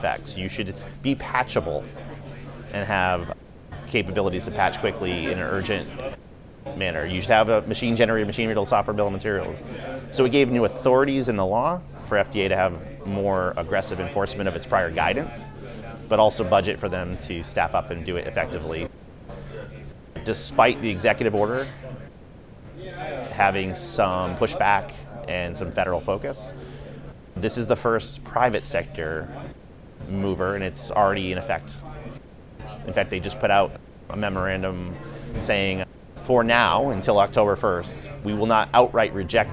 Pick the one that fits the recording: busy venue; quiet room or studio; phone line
busy venue